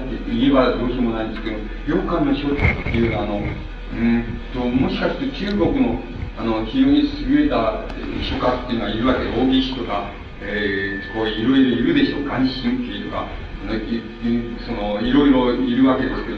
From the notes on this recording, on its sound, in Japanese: 埼玉県日高町武蔵台自治会。客席から録音されているため 録音者の手元でのノイズがある。テープが欠けているため、 講演の途中までしか収録されていない。